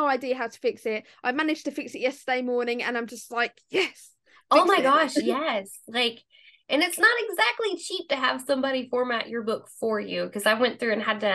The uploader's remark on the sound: Recorded through Streamyard. YetiBlue microphone used for recording.